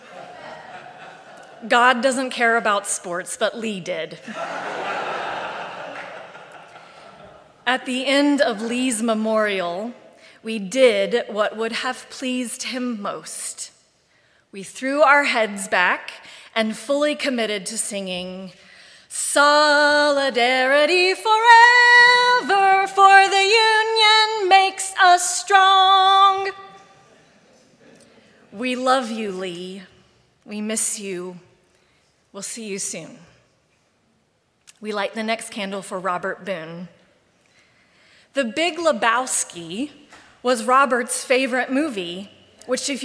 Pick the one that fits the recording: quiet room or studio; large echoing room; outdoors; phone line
large echoing room